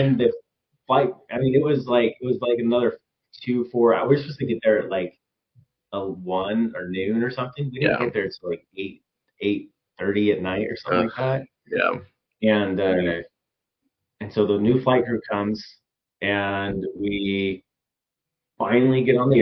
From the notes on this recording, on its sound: Sorry for the audio on this episode! We were trying out some new equipment and thought we had it right, but I forgot to adjust a setting!